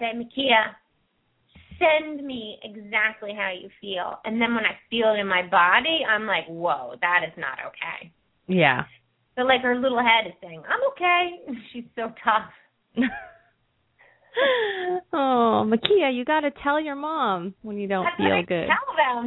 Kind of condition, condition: link, phone line